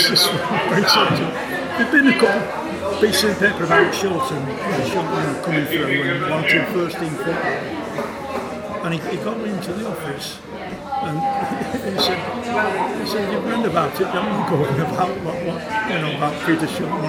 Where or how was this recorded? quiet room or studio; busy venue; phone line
busy venue